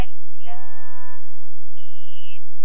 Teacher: معنا غنى في كلمه الف لام ميم، لأنه بلتقي ميم ساكن مع ميم متحرك إدغام متماثلين، لابد من تطويل الغنة